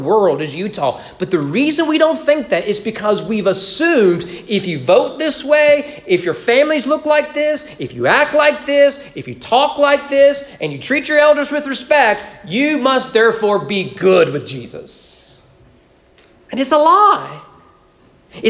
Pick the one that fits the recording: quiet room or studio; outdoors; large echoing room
large echoing room